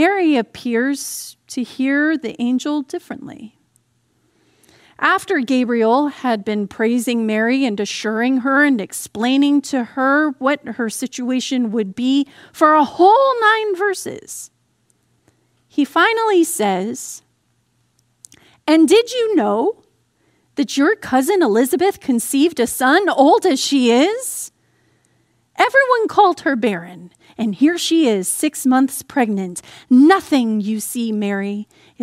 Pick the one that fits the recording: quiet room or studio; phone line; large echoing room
large echoing room